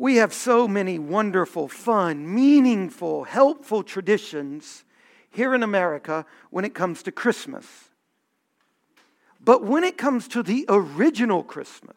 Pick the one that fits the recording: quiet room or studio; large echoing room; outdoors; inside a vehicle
large echoing room